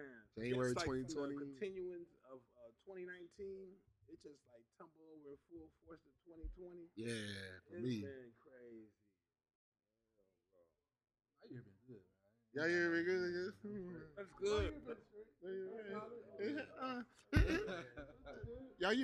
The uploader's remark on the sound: The crew is live from Da Shop. Sorry for the sound.